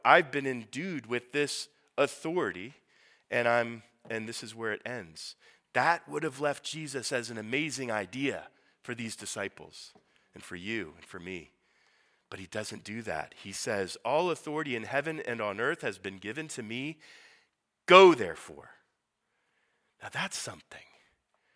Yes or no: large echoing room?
yes